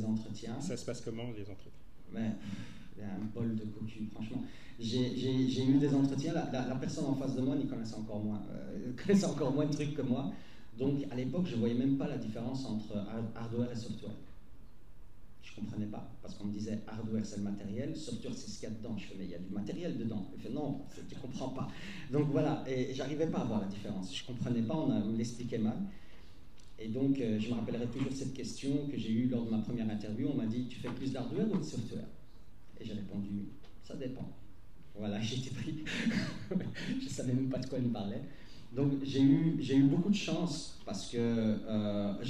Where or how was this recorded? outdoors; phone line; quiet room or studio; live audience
live audience